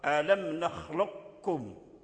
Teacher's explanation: معنى إدغام صفة الاستعلاء والقلقلة كلها أدخل في الكاف، فأصبحت الكلمة كاف مشدد فقط · Term: إدغام كامل